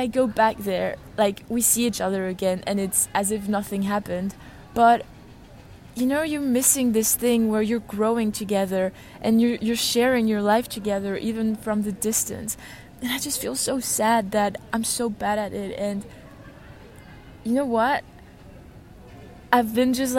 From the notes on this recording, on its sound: Live from the airport